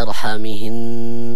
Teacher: النون المشددة كما نبهنا عليها كثيرا لابد من تطويل الغنة فيها